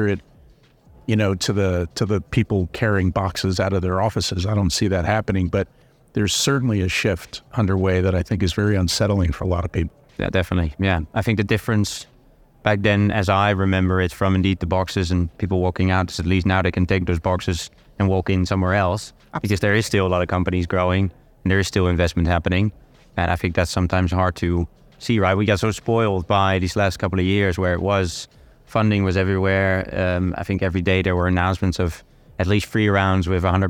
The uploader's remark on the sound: Recorded at Money20/20 USA. In this special episode of In Check with Fintech, recorded at Money20/20 USA.